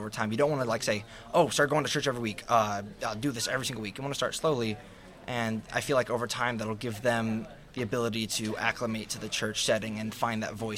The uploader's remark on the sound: Recorded live from the Indiana Annual Conference of the United Methodist Church. In Muncie Indiana.